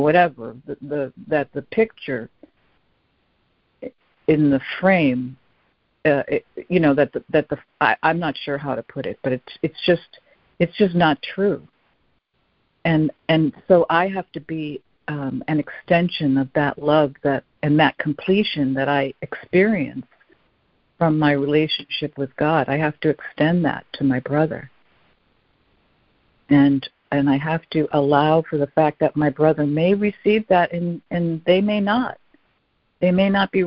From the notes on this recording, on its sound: ACIM Daily Conference Call.